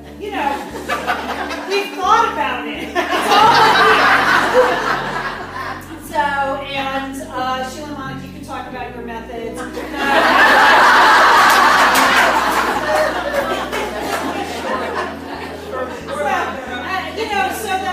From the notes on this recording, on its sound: LIVE in Santa Monica 2017. This podcast is the live audio from the Satellite Sisters appearance at the Santa Monica Public Library. Take questions from the live audience.